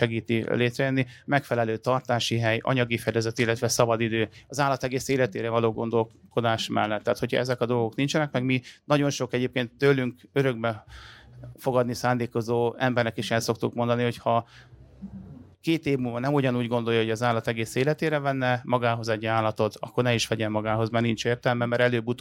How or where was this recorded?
busy venue